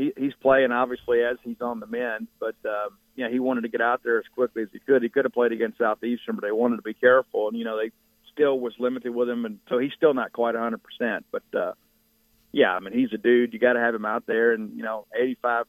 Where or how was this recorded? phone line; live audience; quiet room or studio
phone line